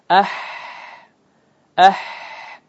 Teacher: Adapun huruf ha dia terbuka, renggang.